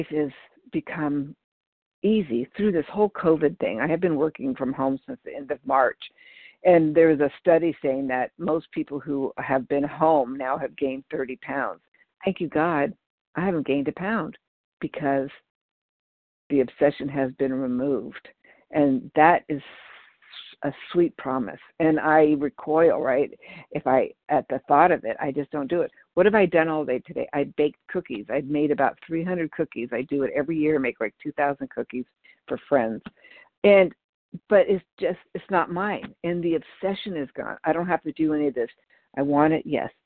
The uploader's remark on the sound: 100 Pounders Phone Meeting on 12/3/20